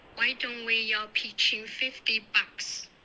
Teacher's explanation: 你这个 why 发的 we，你这个是咬着牙齿发这个 e，、嗯、所以这个一定要张嘴 why。